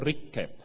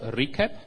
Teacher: where the consonant is clearly longer in the second example than in the first one · Term: long consonants